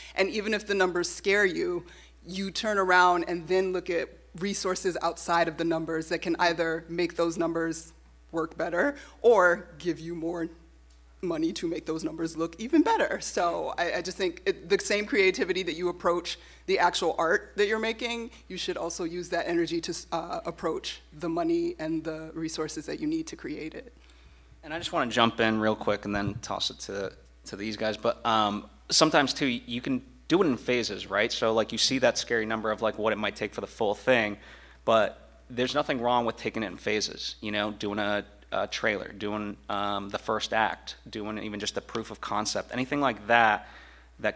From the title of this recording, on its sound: Comic Con LA Panel